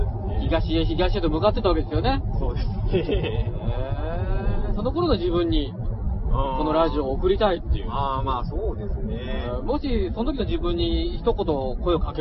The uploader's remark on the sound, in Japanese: 音質悪いです。